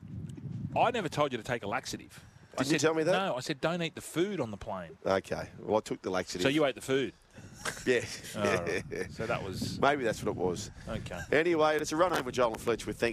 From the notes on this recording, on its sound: broadcasting live from the Moore Park Golf Club